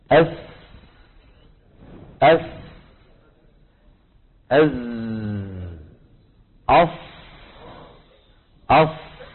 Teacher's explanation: منتهى طرف اللسان، هي منتهى طرف اللسان مع مين؟ مع اسفل الصفحه الداخليه للثنايا السفلى